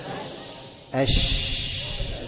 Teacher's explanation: للشين من وسط اللسان برضو، بس ما فيهاش التصاق